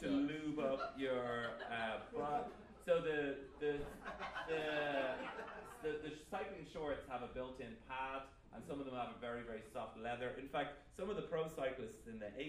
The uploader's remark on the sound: LIVE IN AUSTIN